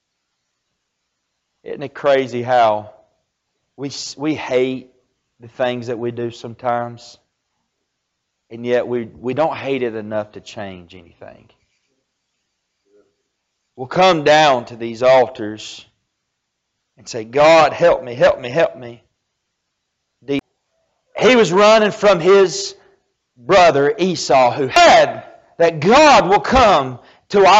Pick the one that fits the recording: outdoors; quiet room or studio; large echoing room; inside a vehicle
large echoing room